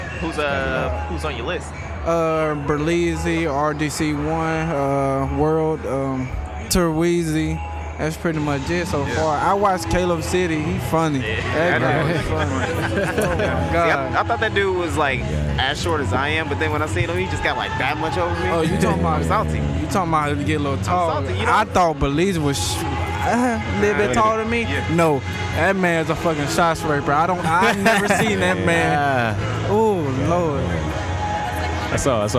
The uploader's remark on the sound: Dream Con 2019. While recording at Dream Con.